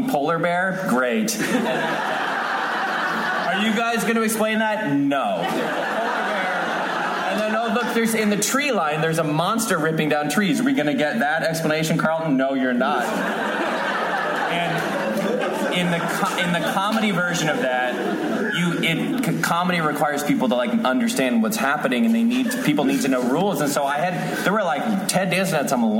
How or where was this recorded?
busy venue